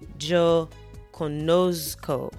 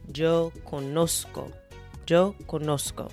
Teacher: the Z in Spanish is not pronounced like the Z in English. It's pronounced a lot more like the letter S. · Shown in: second take